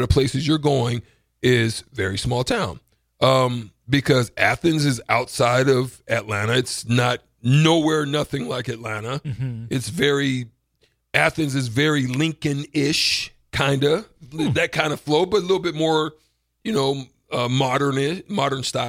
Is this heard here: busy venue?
no